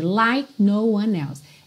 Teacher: É like, mas o E não é pronunciado e o próprio K não ganha aquela atenção toda